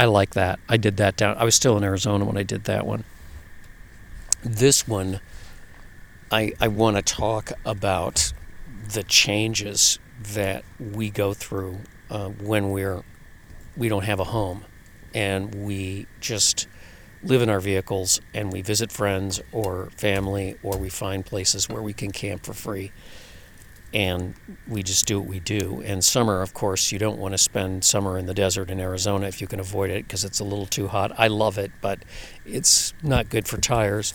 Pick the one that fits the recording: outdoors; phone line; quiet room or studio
outdoors